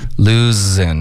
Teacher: 是一个 z 的音你得摩擦